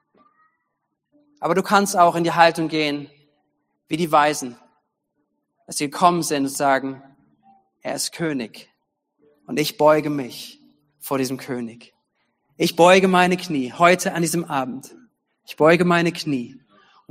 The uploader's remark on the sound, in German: Gottesdienst zum Heiligabend 2022. Predigten aus der Missio Kirche. Gemeinde für Bad Kreuznach und Region.